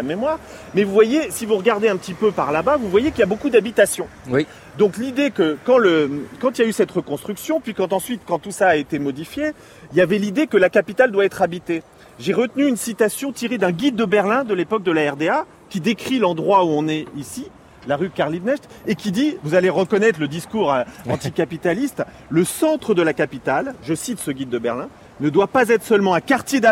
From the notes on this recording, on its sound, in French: lors d'une promenade berlinoise